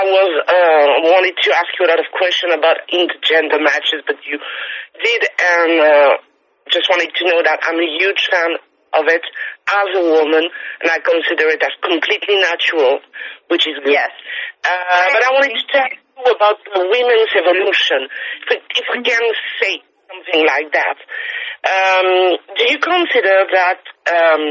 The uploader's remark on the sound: IMPACT Wrestling Teleconference